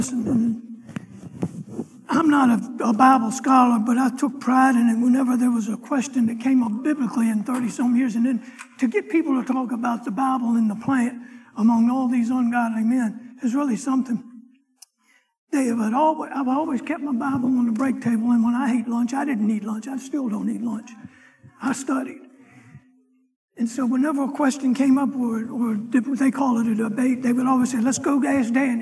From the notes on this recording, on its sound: Sunday morning lecture